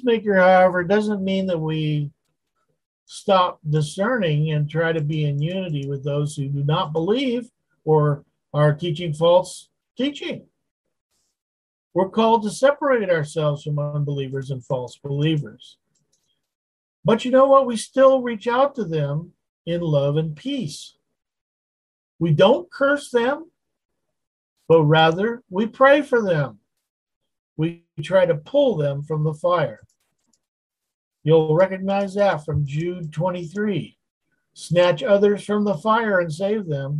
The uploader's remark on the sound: Wednesday Zoom study